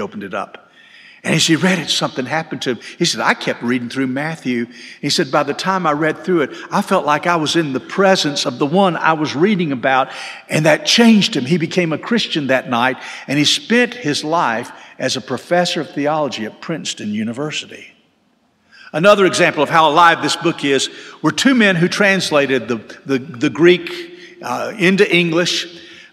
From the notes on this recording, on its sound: This sermon was delivered on March 12, 2023 at First Baptist Church Hendersonville, NC.